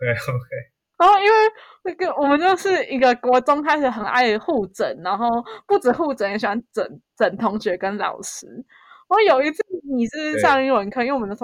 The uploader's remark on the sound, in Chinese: 跨海錄音新手！音質有緣再精進！